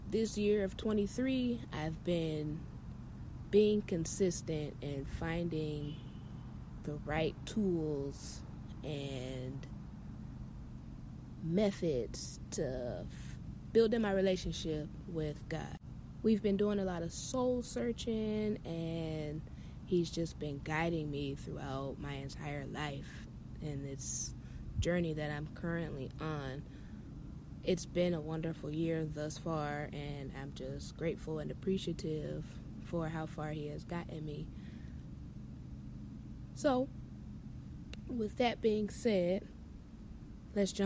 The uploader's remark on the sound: Sorry for the background noises, that’s what happens when you live near base!